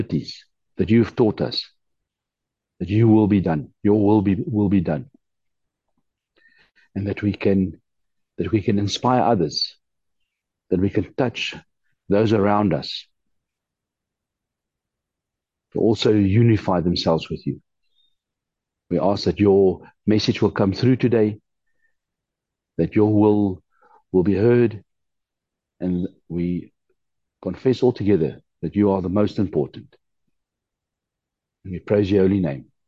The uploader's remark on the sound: The Transformation Table Zoom Meeting